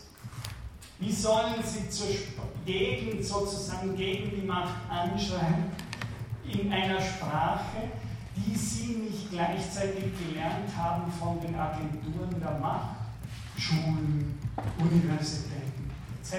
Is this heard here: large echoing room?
yes